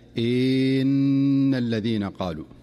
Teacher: فيخرج بين الهمزة والنون المشددة صوتا خفيفا كالياء إن الذين قالوا، وكأنهم أضافوا حرفا جديدا بين الهمزة والنون.